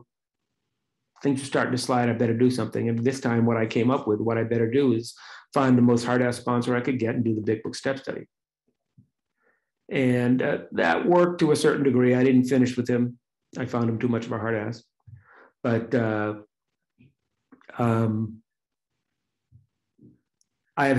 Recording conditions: video call